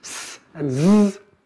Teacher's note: Can't make those because they're mostly silent. The difference is whether or not your vocal cords are turned on or not.